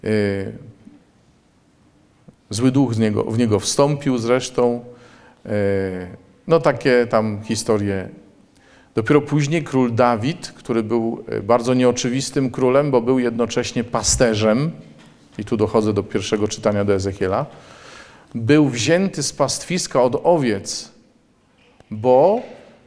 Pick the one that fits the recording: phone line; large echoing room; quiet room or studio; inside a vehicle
large echoing room